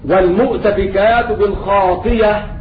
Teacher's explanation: إذا كانت الهمزة مفتوحة بعد كسر تبدل ياء خالصة